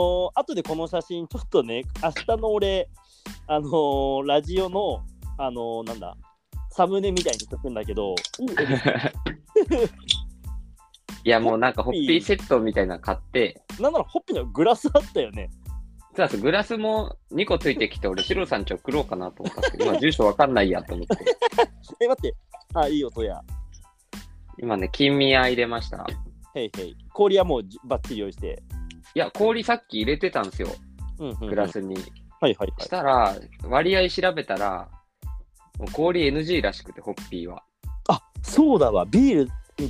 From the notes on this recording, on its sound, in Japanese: リモート収録2022.04.20